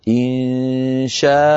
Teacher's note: فالمد الذي قبل الهمزة متصل والذي بعد الهمزة مد عوض